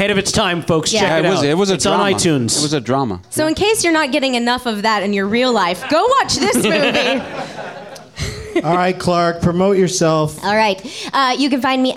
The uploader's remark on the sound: Live from the NerdMelt Showroom in Los Angeles